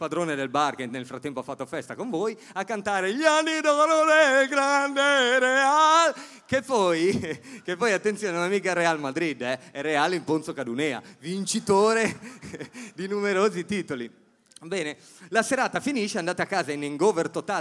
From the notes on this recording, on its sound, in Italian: in diretta dal Teatro Comunale Palamostre di Udine